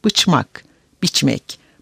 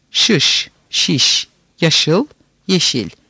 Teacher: Türkçe'de ç, ş, y konsonantları içinde bulundukları kalın kelimeleri zamanla inceltebilirler. · Term: İnceltici sesler